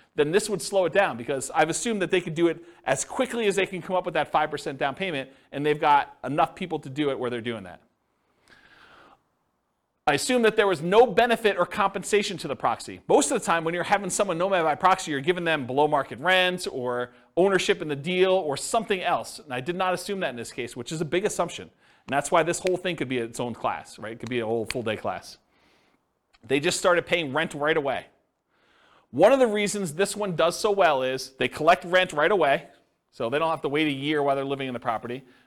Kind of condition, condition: setting, live audience